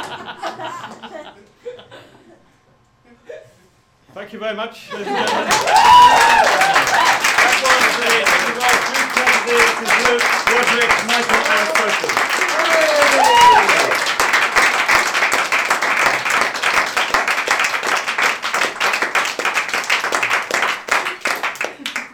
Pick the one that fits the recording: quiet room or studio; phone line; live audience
live audience